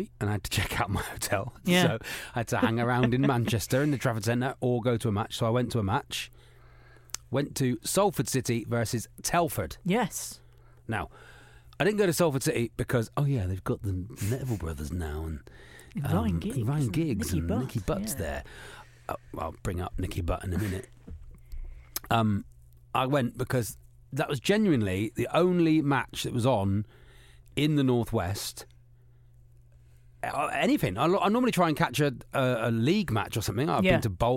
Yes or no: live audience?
no